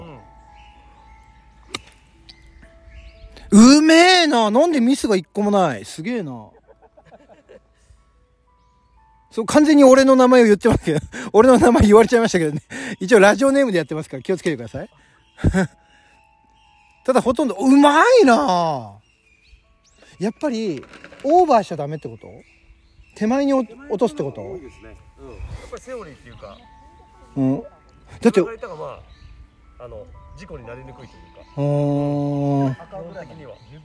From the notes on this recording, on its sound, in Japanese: 千葉県成田市の素敵なゴルフ場で収録しておりまーす。京カントリークラブ。